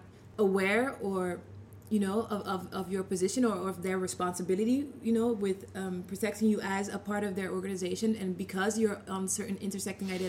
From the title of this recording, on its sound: Live at Night of Arts and Sciences